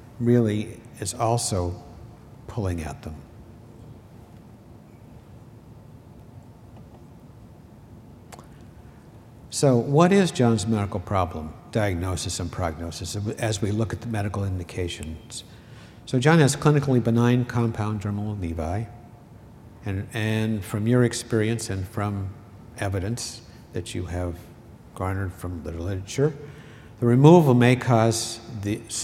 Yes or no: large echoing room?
yes